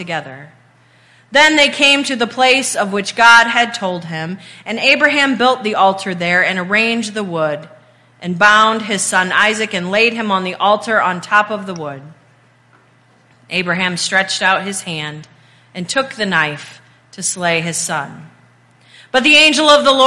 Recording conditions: large echoing room